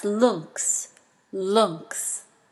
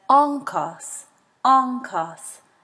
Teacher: These words contain a gamma followed by another palatal, so the gamma is going to be nasalized.